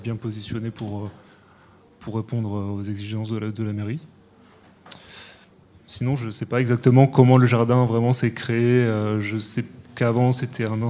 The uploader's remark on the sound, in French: questions et discussions avec le public présent